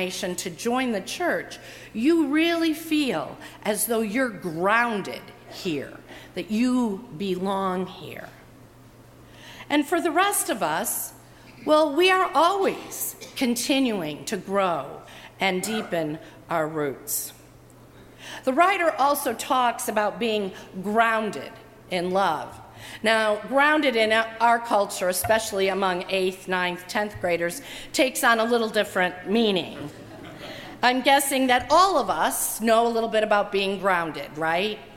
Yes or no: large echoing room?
yes